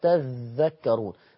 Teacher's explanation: تاني، يبقى انا عندي تذكرون اصلها تتذكرون، التاء الاولى لا مساس بها، التاء الثانيه ادغمت في الذال فشددت الذال نتيجه للادغام فصارت تذكرون